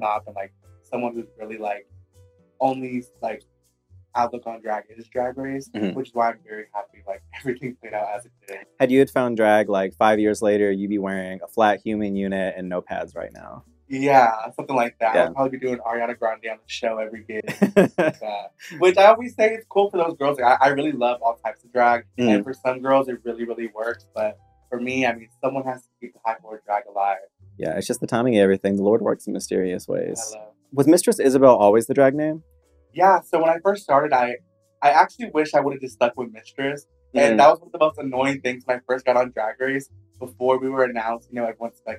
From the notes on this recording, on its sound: Apologies for the audio on this one.